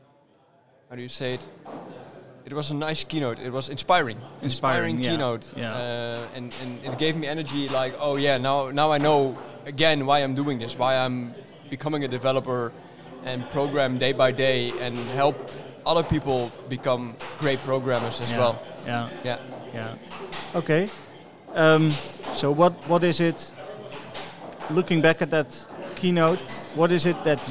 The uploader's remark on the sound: The second of three episodes recorded at PHPBenelux 2020.